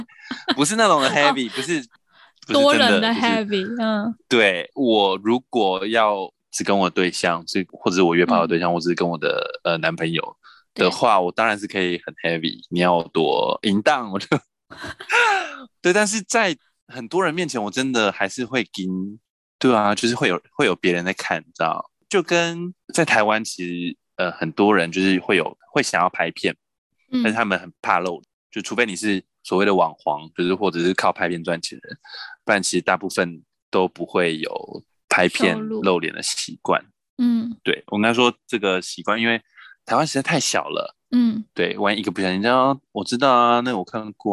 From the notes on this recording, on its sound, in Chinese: 遠端錄音敬請見諒